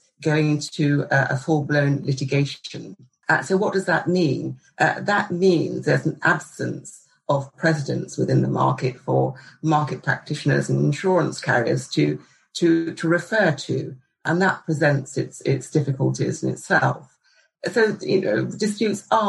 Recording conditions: video call